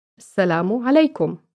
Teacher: The Ayn is similar to the sound you make when throwing up. It has to come from deep in the throat. In this lesson, we heard the Ayn in the expression Assalamu alaikum.